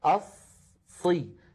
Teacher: هذه الصاد مشددة فهي تتألف من صادين، الصاد الأولى ساكنة أصي، فالصاد الأولى زمنها مساو للهاء في اهدي.